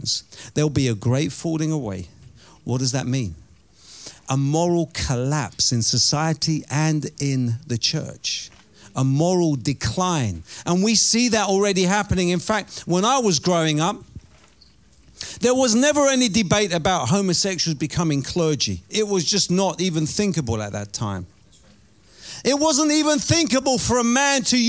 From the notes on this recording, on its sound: Preaching at Oasis Church, Watford, England.